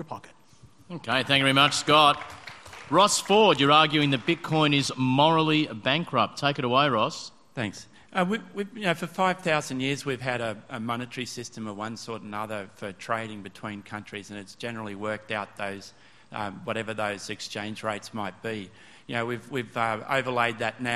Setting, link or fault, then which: setting, live audience